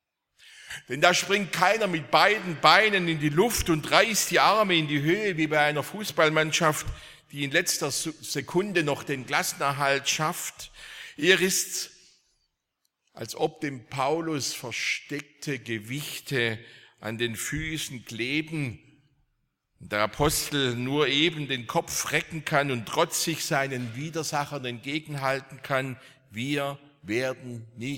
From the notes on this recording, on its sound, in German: aus dem Gottesdienst der Liebenzeller Mission